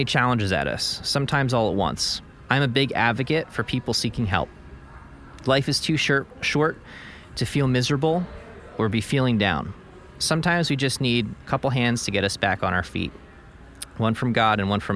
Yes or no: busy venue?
yes